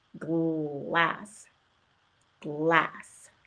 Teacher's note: That L is kind of a dark sound, right? And it's at the back of your throat.